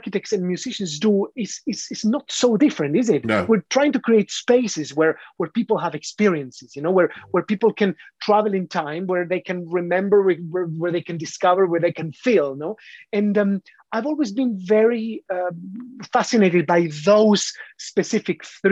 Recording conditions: video call